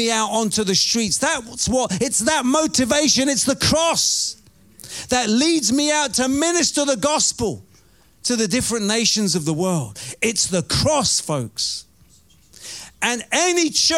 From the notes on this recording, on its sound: Preaching at Oasis Church, Watford, England.